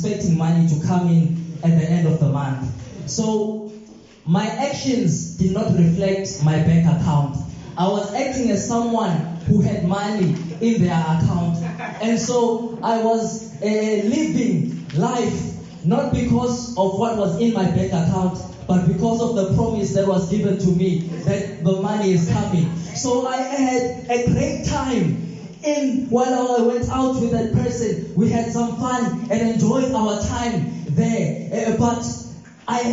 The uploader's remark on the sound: This sermon was recorded live from Montclair SDA church.